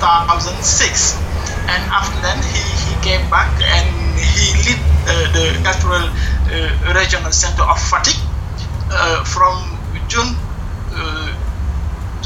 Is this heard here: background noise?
yes